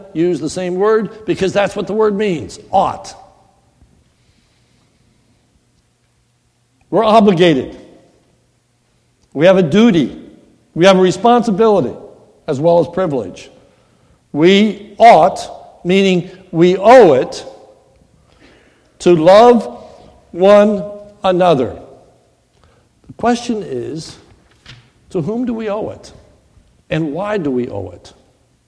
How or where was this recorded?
large echoing room